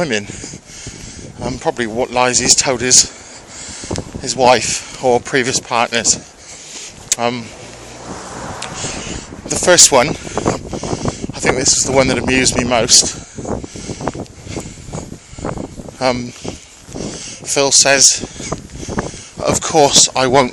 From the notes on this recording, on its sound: Join me on another walk to work